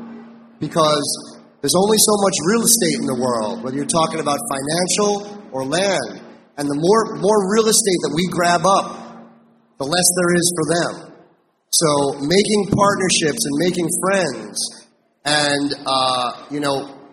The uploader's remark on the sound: In the second of two episodes recorded live on stage at the 2019 Hawaii Cannabis Expo in Honolulu.